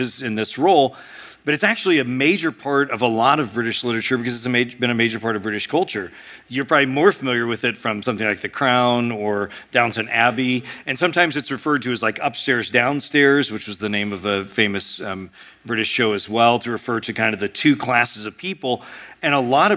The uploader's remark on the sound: A sermon preached at Sojourn East